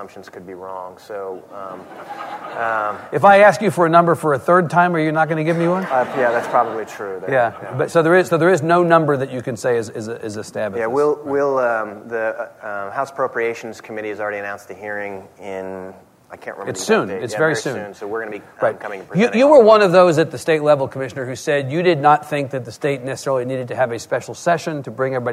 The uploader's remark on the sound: At The Texas Tribune Festival.